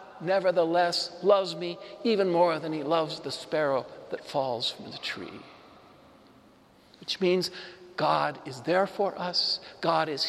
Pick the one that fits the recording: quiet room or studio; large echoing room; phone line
large echoing room